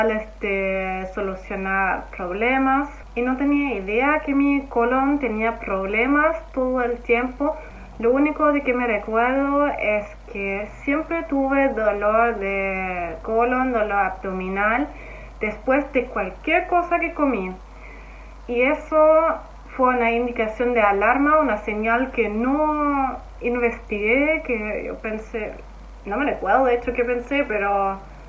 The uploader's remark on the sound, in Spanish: Perdonen la calidad del audio!